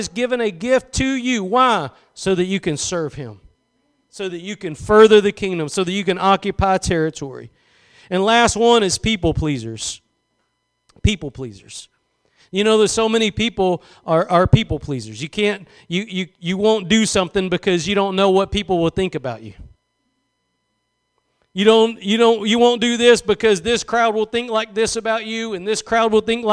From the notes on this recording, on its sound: Preached at Gospel Lighthouse in Bossier City, La.